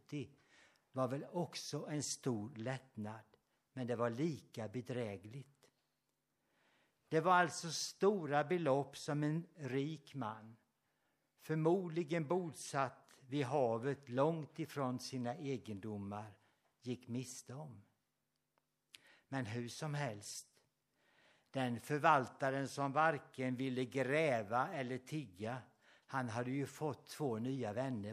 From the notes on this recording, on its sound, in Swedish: Inspelad under gudstjänst på Löfstadkyrkans sommarhem Furuvik i Tranås 2023-08-06